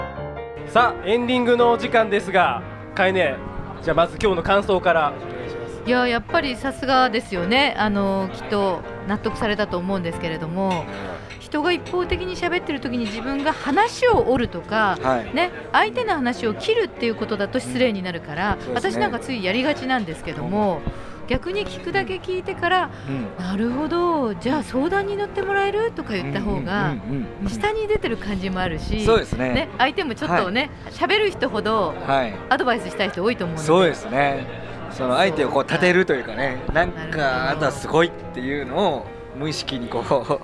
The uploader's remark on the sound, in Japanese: 公開収録PARTYPARTⅡ。オーガニックワインバー喃喃 麻布十番ストアより公開収録！会場にいるリスナーの悩みに。